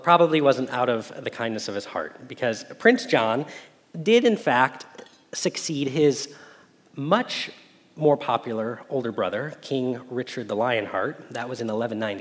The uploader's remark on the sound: Message Preached at Valley Creek Church